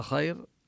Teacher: هنا الياء حرف لين، وإذا وقف له أن يمد اللين عند الوقف حركتين أو أكثر من ذلك